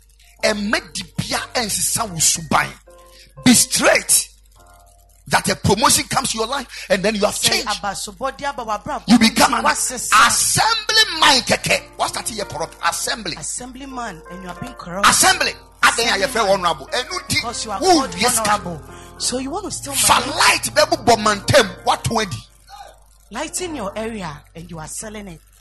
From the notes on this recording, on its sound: Preached at the Ekklesia Chapel